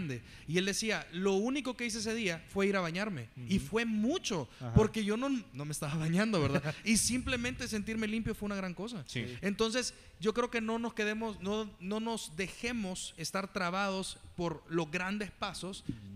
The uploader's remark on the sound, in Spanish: Especial en vivo de aniversario. Grabamos un episodio en vivo desde Paradigma con invitados y participaciones especiales.